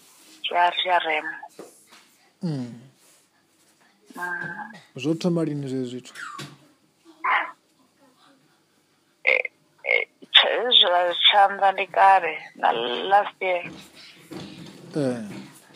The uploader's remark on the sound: Healing over the phone.